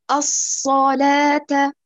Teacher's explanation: الصا أيوة بعدم تمطيط الشد أيضا، لا تقولي الصا مثل أشا ألا، هذا يعد من التكلف كما قال الإمام ابن الجزري رحمه الله تعالى، فليس التجويد بتمطيط الشد، يعني أعطي الصاد رخاوتها